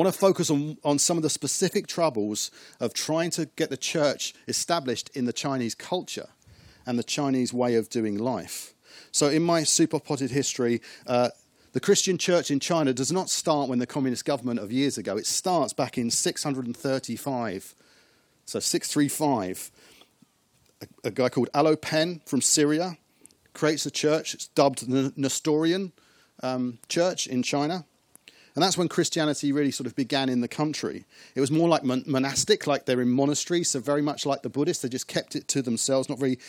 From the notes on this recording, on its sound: As we meet again in the car park of Westfield church.